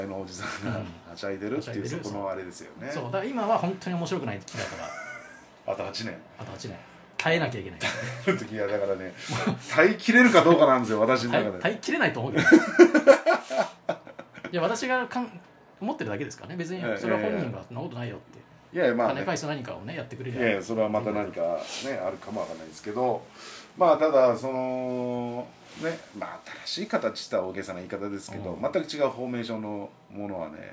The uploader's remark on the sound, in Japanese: 多少ノイズが入ってます！